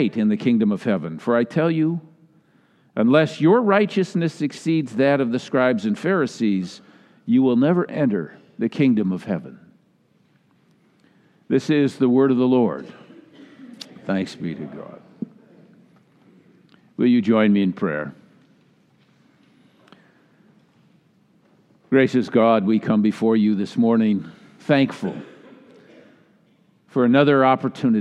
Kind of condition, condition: setting, live audience